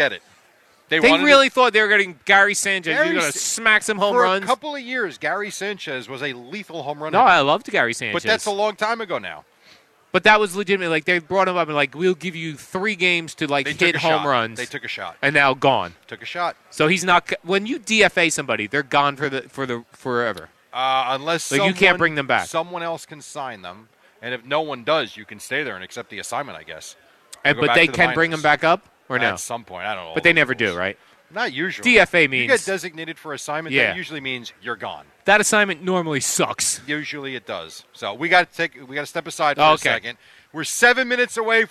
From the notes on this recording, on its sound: Kicking off summer live from D'Jais in Belmar.